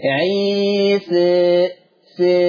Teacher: نلاحظ أن الألف ممالة ولكنها إلى الياء أقرب، إذا يطلق عليها إمالة كبرى